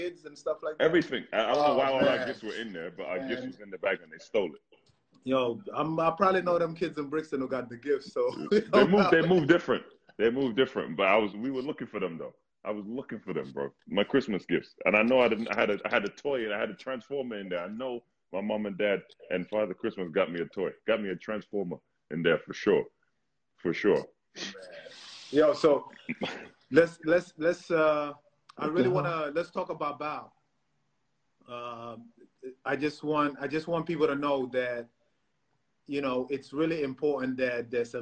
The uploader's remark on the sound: Answered questions from fans.